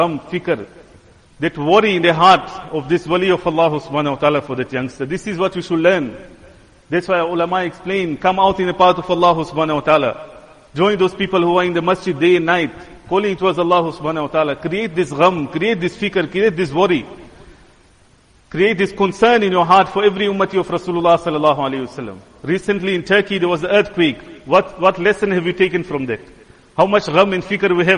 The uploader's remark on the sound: Jumuah lecture